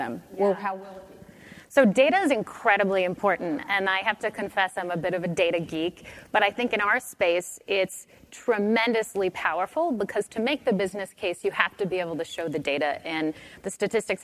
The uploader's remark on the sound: The best of live interviews from GreenBiz events.